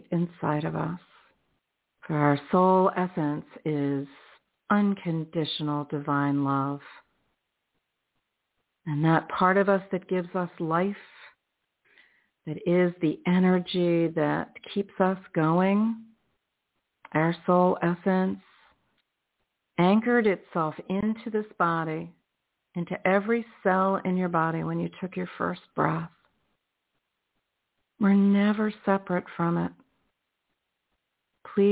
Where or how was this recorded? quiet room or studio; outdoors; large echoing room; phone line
phone line